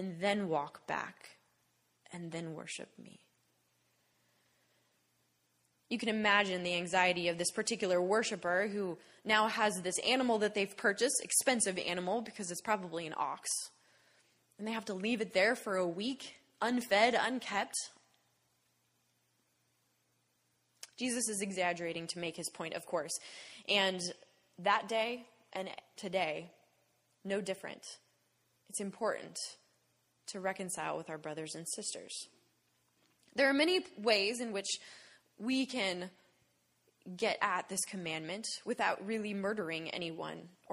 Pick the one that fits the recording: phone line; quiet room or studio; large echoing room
large echoing room